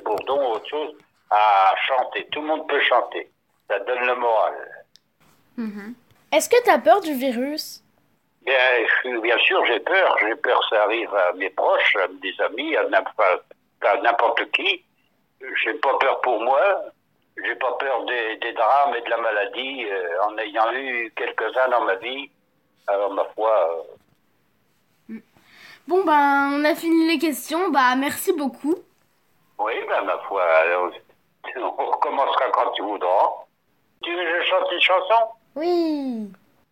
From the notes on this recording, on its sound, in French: Au téléphone